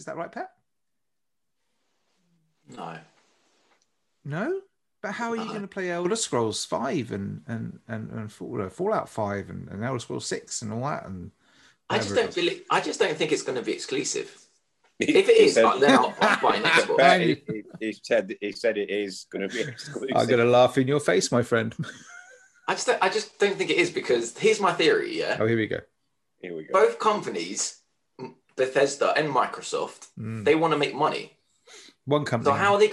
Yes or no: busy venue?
no